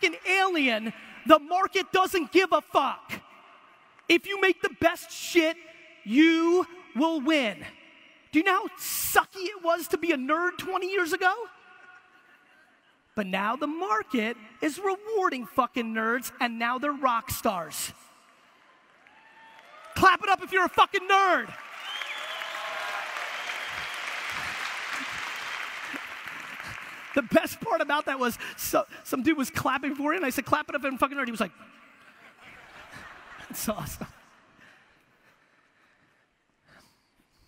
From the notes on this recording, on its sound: A Keynote: Web Summit 2016, Lisbon, Portugal. It's one of the biggest conferences in the world and you know me, I like a crowd.